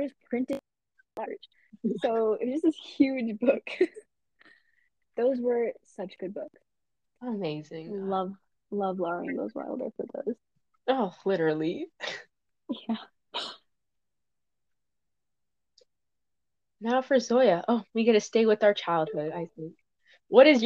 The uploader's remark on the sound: DISCLAIMER: This is our first time recording anything close to a podcast, so the audio and editing is a bit spotty.